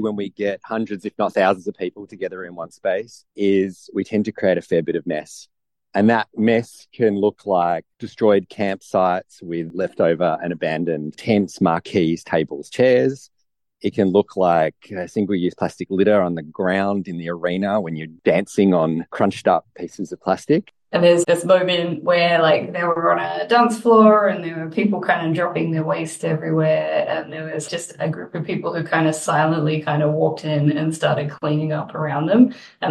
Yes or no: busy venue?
no